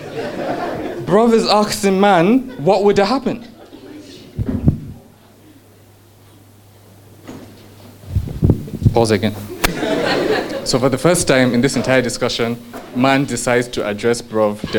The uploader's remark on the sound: A story from our Truth and Consequences live show on choices, and a story from our Journeys live show.